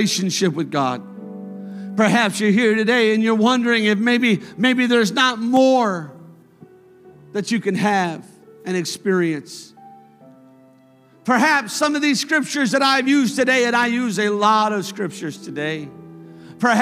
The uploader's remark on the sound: a service recording from Connect Point UPC